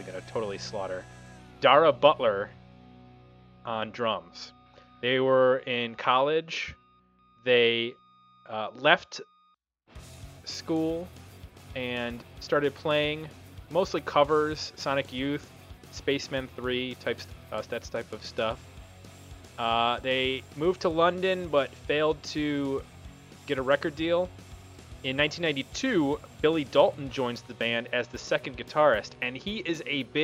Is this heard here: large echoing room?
no